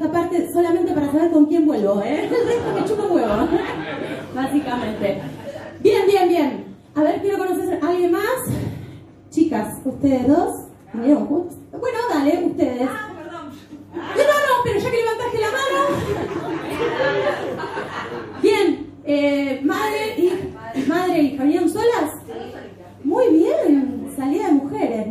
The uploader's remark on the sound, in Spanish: Ayer fue una gran función que comenzo con un intercambio muy divertido con eñ público.